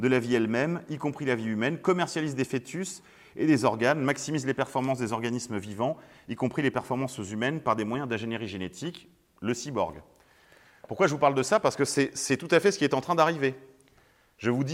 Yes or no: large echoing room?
yes